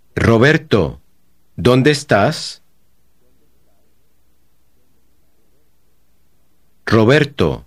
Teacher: When an R occurs at the beginning of a word, it is rolled or trilled more than usual.